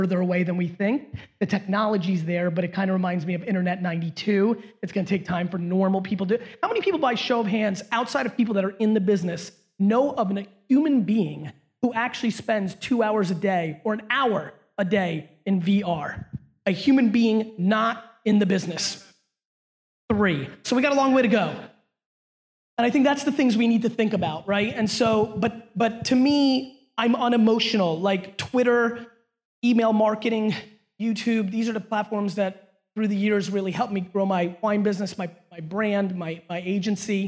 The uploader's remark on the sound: A Keynote: #SXSW 2017 LIVE Q&A.